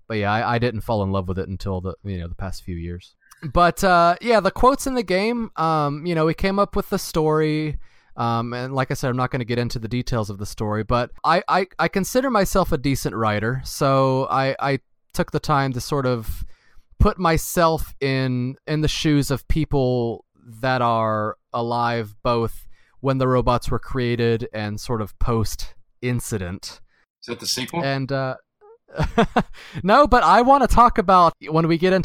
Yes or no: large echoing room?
no